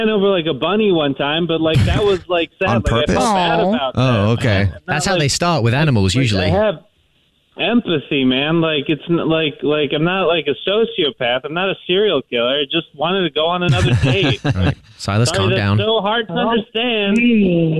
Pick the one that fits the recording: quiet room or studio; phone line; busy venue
phone line